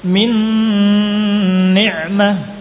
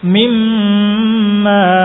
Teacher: nun sukun atau tanwin dibaca dengan idgham dengan adanya ghunnah